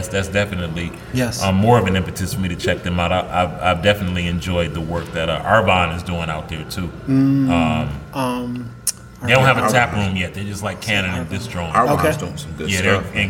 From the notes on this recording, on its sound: Live from Eastern Market Brewing